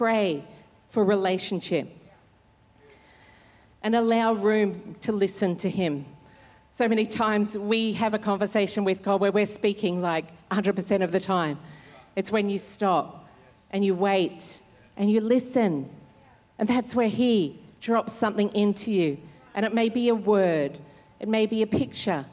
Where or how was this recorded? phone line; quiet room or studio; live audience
live audience